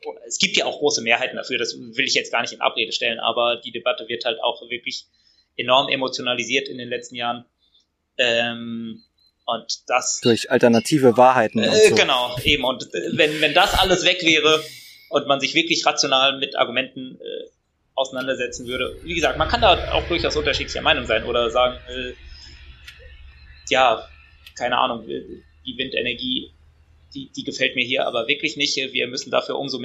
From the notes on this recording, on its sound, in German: auf Instagram-Live